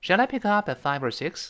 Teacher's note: 最后是扬起来声音，一般疑问句嘛